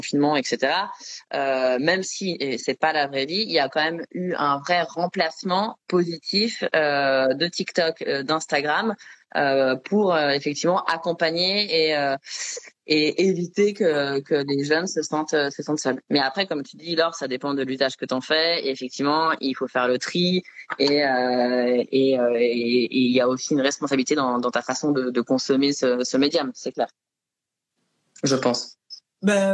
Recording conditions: video call